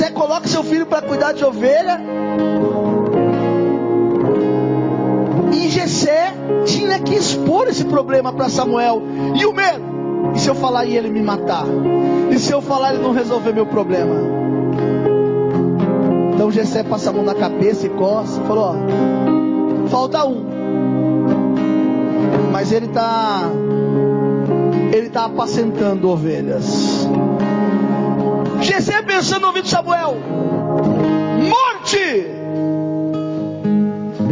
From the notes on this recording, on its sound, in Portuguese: Mensagem gravada em 28/01/2024 - Culto da Família